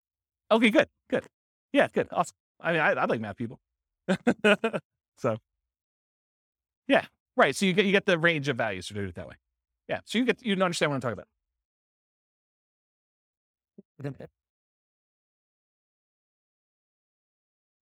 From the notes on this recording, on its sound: This was a live class recorded